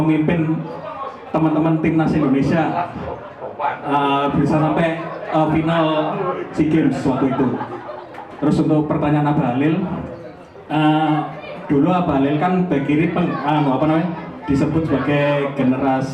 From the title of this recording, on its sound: Live Talkshow at SJC